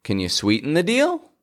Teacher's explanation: Our voice rises up towards the end of the sentence. · Term: intonation of yes and no questions